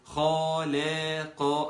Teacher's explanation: الخاء مفخمة فوق، اللام مرققة تحت، القاف مفخمة فوق · Term: التفخيم والترقيق